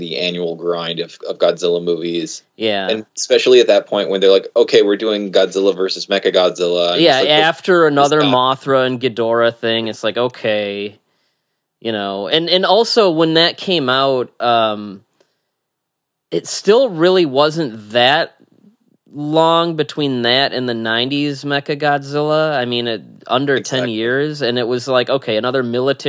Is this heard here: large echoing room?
no